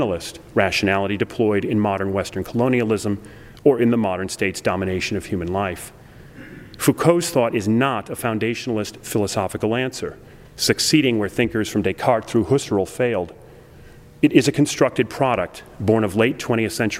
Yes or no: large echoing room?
yes